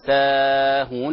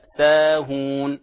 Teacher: الألف في كلمة ساهون مد طبيعي، مد طبيعي لا تطيلها بزيادة · Shown in: first take · حتى لا تصبح فويق الطبيعي.